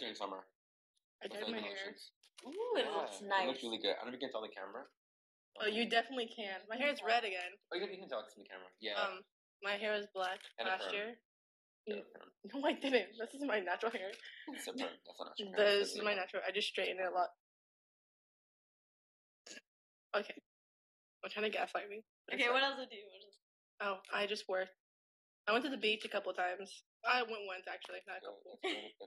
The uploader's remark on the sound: Please excuse bad audio quality im still working on it.